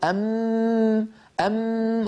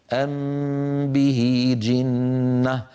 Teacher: الكز أن أقول أم وأضغط على شفتي · Shown in: first take